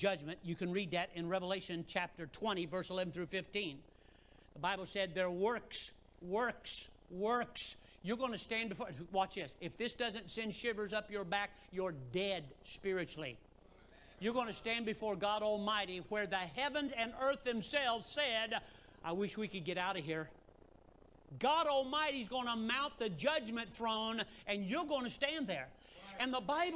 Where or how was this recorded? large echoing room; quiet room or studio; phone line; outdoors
large echoing room